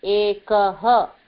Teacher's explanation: Visarga copies the last vowel that came before it.